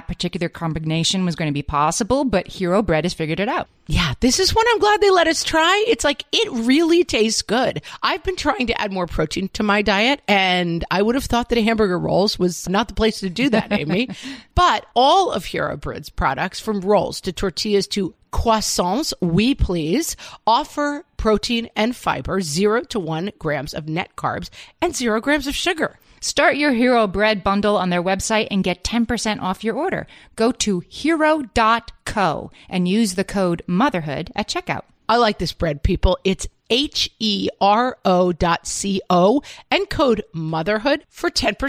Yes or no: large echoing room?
no